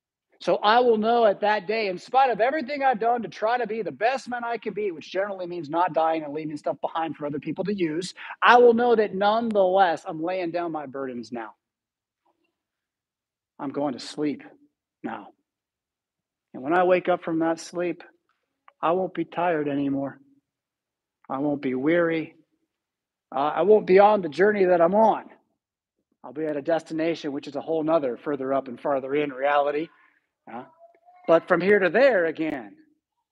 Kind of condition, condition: setting, large echoing room